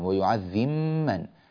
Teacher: فالباء تنقلب إلى ميم ثم تدغم الميم في الميم، ويعذب تصير ويعذب، ويتدغم ويعذم في من ويعذم من، هذا الكلام في حال الوصل.